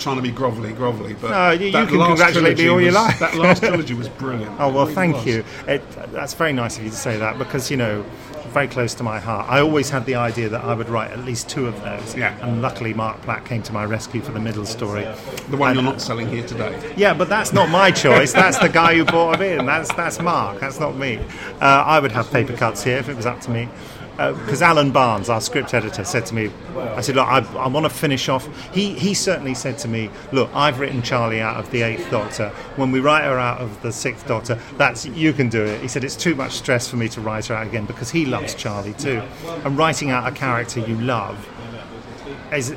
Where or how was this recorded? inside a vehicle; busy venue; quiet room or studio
busy venue